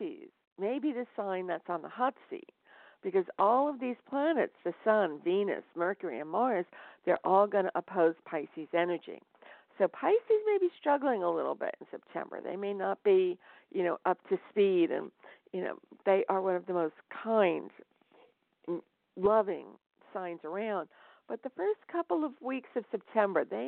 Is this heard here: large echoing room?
no